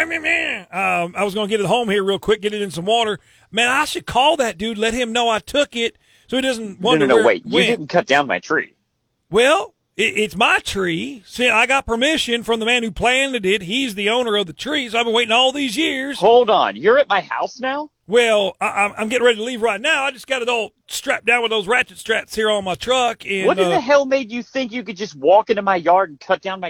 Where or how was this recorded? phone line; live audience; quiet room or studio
phone line